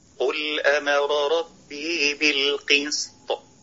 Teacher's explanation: بالقسط نبين صفة الصفير في حرف السين من كلمة القسط